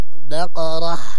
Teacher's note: الباء مرققة والقاف مفخمة والراء أيضا مفخمة، بقرة وأيضا مع ترقيق الهاء، لأن الكثير يجي يقول بقرة يعني يفخم الهاء، ولا بد من ترقيق جاهلين.